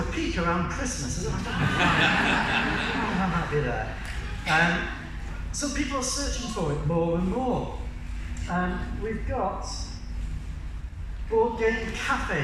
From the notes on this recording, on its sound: A recording of the talk I gave at New Wine United 19